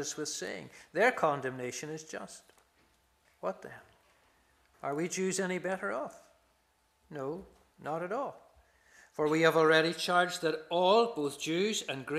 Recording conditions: large echoing room